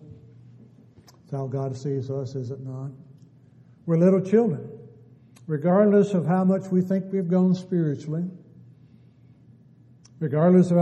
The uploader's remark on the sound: Downtown Church Of Christ Audio Sermon